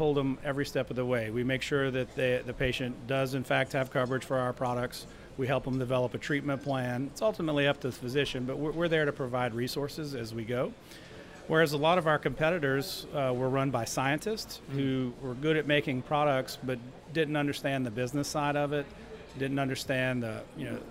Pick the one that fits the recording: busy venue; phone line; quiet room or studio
busy venue